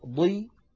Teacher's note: أقل مراتب هذه الحروف هي أن يكون الحرف مكسورا فالكسر يضعف من تفخيم الحرف ولكن لا يفنيه، يعني ضي هي أقل من ضا ولكنها مفخمة، لا تخرج عن كونها مفخمة. · Term: التفخيم